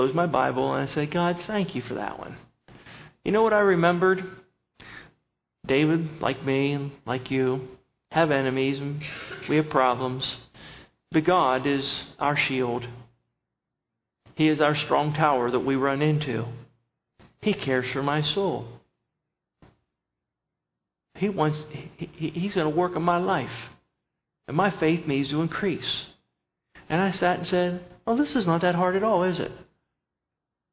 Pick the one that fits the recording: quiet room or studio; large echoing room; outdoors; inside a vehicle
large echoing room